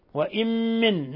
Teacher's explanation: نون ساكنة جاء بعدها الميم، أضغمت النون في الميم إضغام بغنة